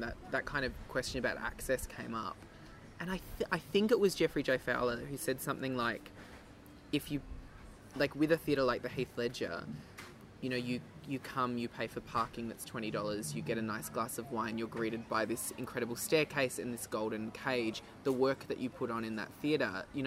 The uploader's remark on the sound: In this special outdoor edition.